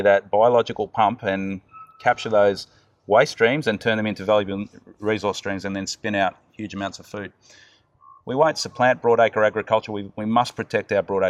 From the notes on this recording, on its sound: We decided to record this episode outside. Pop up urban garden in the car park of his inner city offices. For those listeners out there who haven’t had exposure to your typical inner city Australian birdlife, apologies in advance, they do settle down after a while…